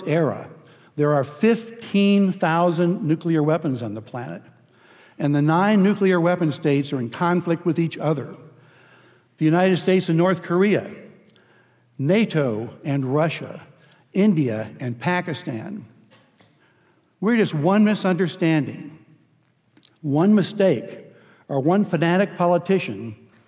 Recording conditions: live audience